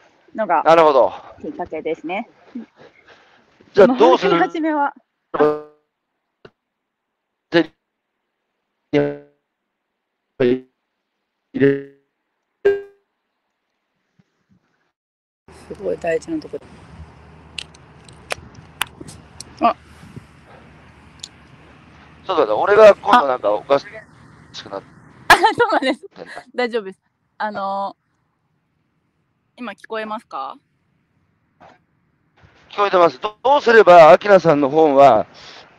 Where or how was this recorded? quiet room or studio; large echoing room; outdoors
outdoors